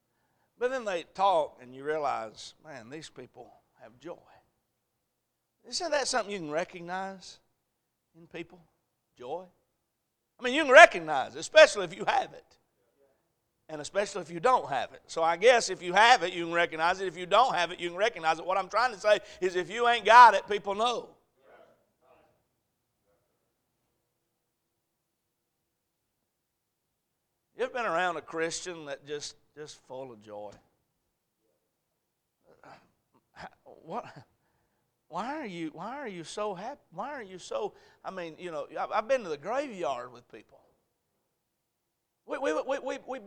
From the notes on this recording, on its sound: A message preached at Crossroads Baptist Church